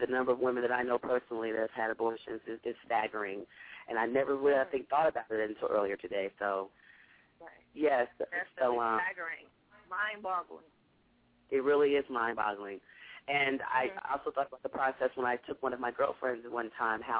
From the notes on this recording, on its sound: opens up the phone lines